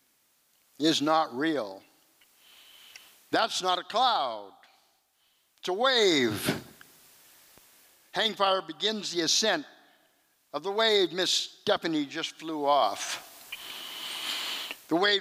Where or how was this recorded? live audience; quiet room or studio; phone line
live audience